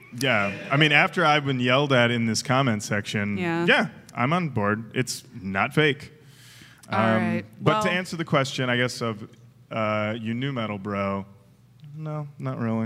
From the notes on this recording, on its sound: Recorded live at the 2018 Detroit Improv Festival.